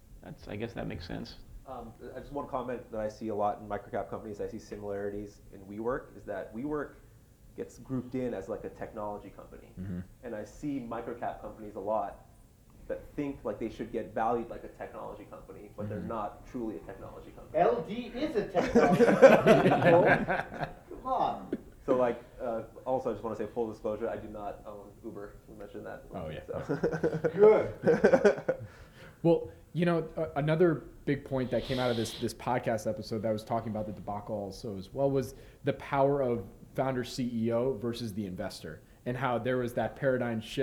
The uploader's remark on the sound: my live panel from the MicroCap Rodeo 2019 in Austin, TX